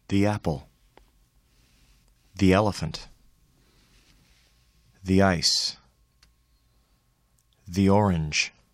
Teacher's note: The E in the article the is pronounced E when it is followed by a word beginning with a vowel sound.